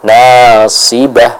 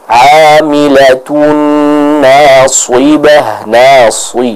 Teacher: huruf shad ini apabila ditipiskan akan berubah menjadi suara dari huruf sin · Shown in: first take